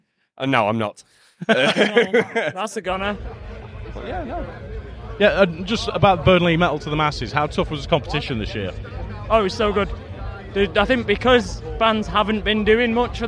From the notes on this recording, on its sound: It's another of the Bloodstock Festival interviews